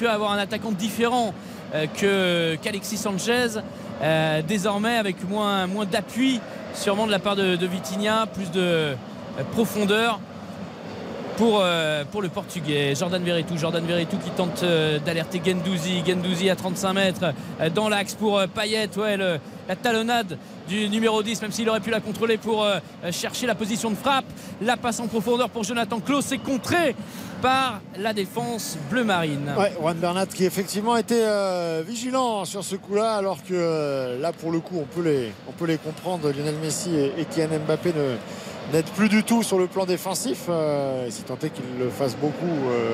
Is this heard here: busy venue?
yes